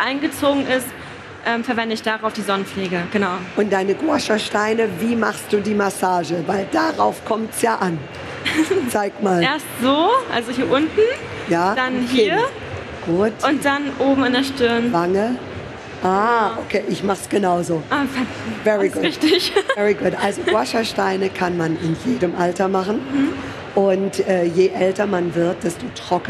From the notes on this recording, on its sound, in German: LIVE-PODCAST von der GLOW. Live on Stage mit Publikum. Live von der GLOW Beautymesse in Essen.